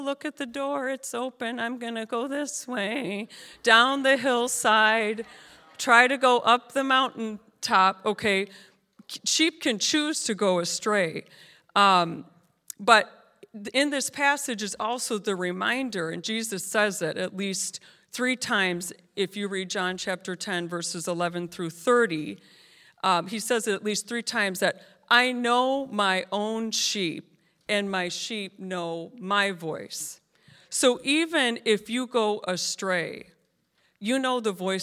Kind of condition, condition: setting, live audience